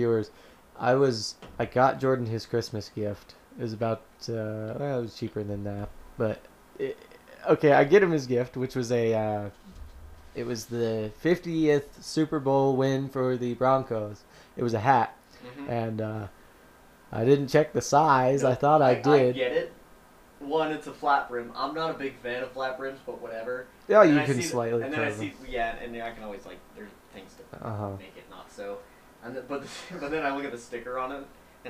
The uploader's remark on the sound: i apologize for the bad audio